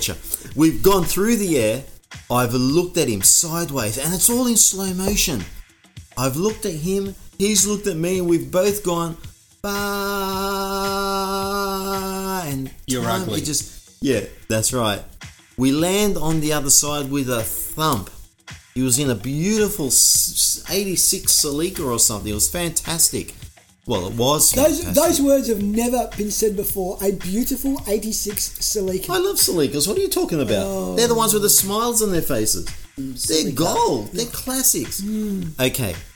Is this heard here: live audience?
no